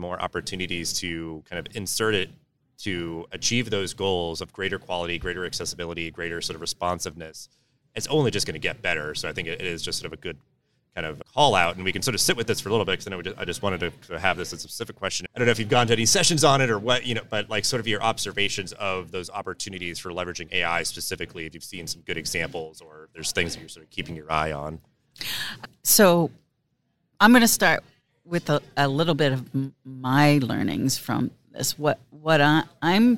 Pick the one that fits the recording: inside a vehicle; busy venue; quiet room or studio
busy venue